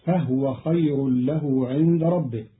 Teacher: قرأ قالون كلمة فهو بإسكان الهاء